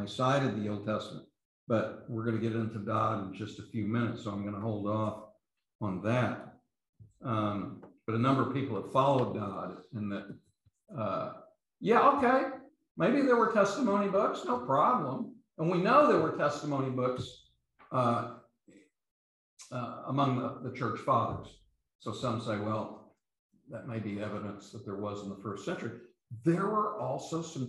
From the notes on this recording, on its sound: These podcasts are the recordings of the lectures.